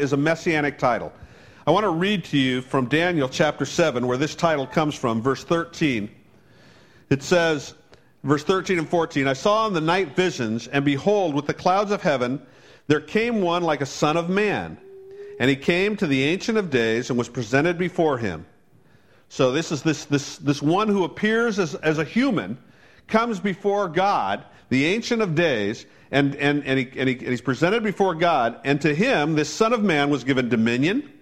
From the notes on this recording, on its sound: Originally preached on June 14 2015 at The Firehouse Church